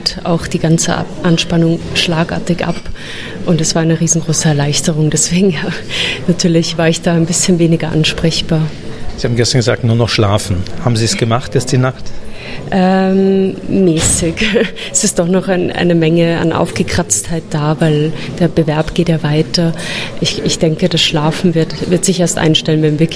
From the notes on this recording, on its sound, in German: Nach der Podcast-Aufnahme im Hinterhof des ORF. Beim Bachmannpreis 2023.